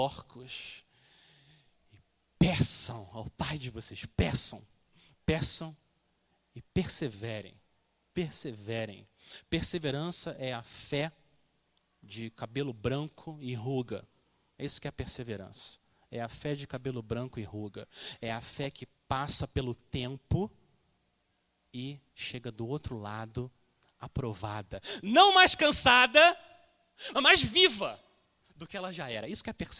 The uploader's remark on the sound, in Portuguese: Mensagem gravada na Igreja Batista Jardim Minesota